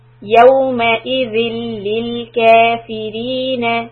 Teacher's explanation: ذل when connect with lam. When you have the ذل with two كسره and there is a shadda, then we connect it. It's called إدغام without any غنة.